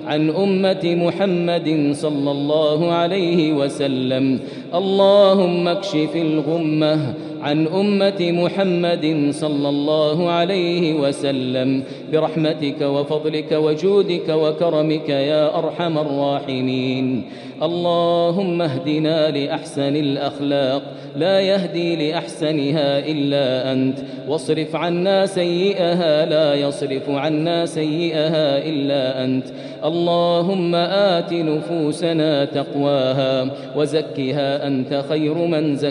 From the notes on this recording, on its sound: Taraweeh Prayer in Masjid Al Haram, Makkah, Saudi Arabia